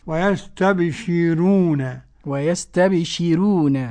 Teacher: ويستبشرون رقق ورش الراء ورقق ورش كل راء وقبلها مسكنة ياء أو الكسر موصلا. يعني ورش رقق الراء إذا كان قبلها هذه الحروف ياء ساكنة سواء كانت ياء لين أو ياء مد أو يكون قبلها كسر. ويستبشرون ويستبشرون والباقون بالتفخيم.